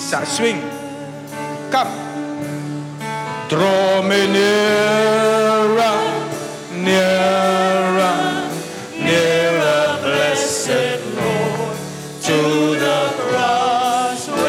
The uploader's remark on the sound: Preached on Good Friday Miracle Service at Zion Sanctuary, Cape Town